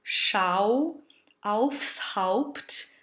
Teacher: the diphthongs to the words Schau, aufs Haupt, really go from the bright A to the closed O.